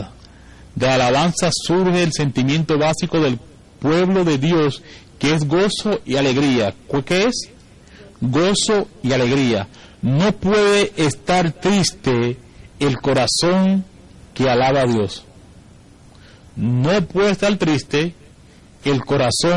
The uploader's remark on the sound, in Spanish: predica grabada el 26-11-2015 en la Iglesia Evangelica Los Hijos de Sion, Centro de Adoracion